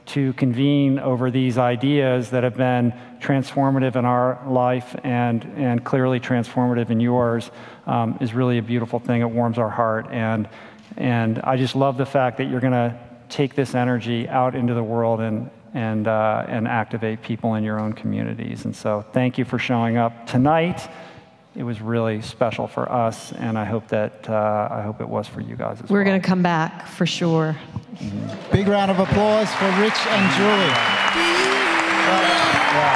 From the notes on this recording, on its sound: a fun, dynamic Q&A session from our Plantpower Australia event in Melbourne, Australia, recorded March 2017